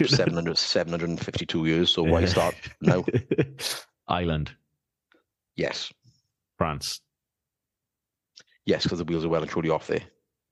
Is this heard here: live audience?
no